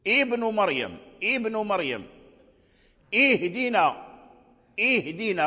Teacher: رجعت همزة الوصل همزة القطع، لأن همزة الوصل إذا ابتدأنا بها أولا أنها تثبت، ثانيا أنها في اللفظ ترجع همزة قطع، اهدينا الصراط.